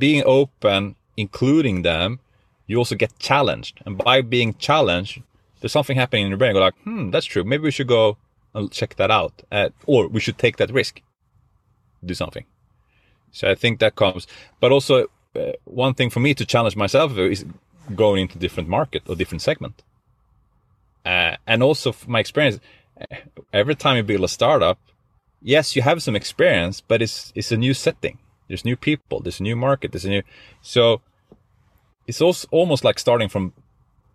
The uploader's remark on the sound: now it's the time for someone to record from his car!